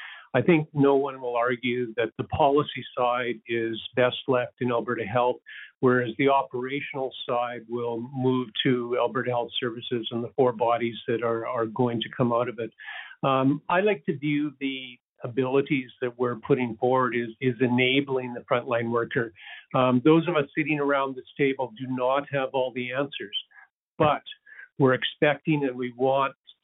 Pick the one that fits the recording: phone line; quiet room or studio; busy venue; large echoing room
phone line